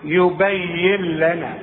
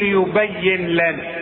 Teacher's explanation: يبين لنا بشبك الياء مع اللام وكأن النون غير موجودة · Shown in: first take · واسمعها يبين لنا، وما تستعملش لسانك وتظهر للنون وتقول يبين لنا لا، ولا تغنها وتقول يبين لنا لا، يبين لنا لنا كلها مرققة.